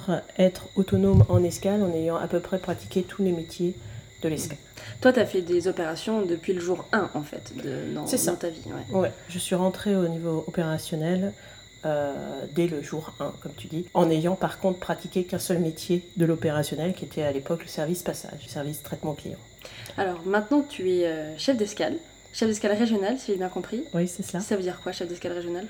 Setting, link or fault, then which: fault, sounds in the background